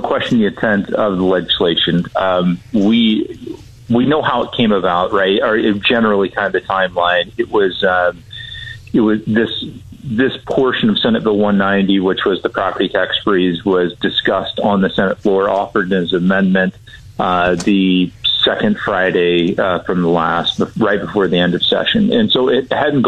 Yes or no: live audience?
no